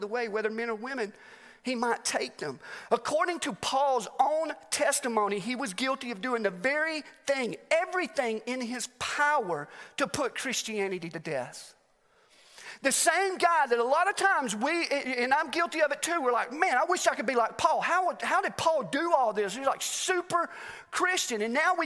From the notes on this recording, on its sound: Message recorded live at The Fellowship at Mt Juliet.